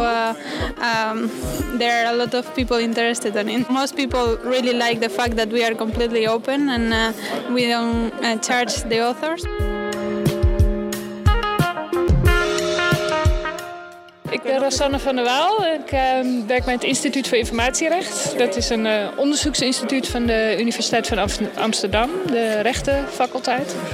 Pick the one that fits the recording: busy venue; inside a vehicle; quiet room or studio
busy venue